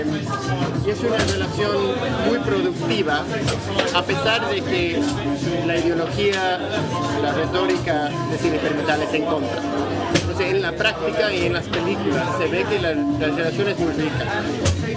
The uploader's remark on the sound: live from Café Kick--in Spanish